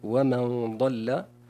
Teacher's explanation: بتفخيم الغنة في قول الله عز وجل ومن ضل، لأن الضاد من حروف التفخيم والغنة تتبع ما بعدها تفخيما